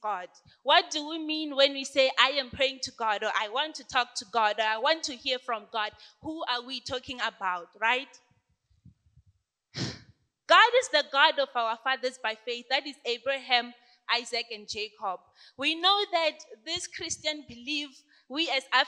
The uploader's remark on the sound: This sermon was preached during the youth takeover Sunday